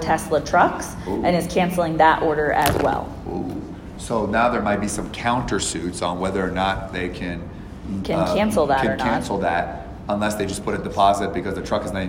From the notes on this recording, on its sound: live from an event in Johannesburg South Africa